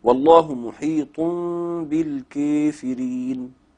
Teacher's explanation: بإمالة الألف التي تلتها الراء المتطرفة المكسورة